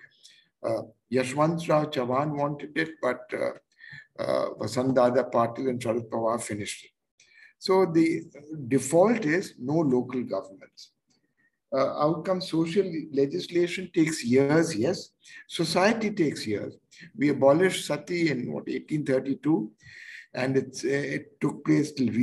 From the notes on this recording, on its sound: Zoom and Facebook Live